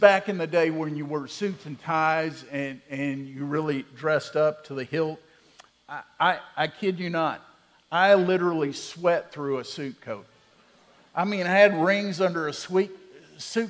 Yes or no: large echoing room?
yes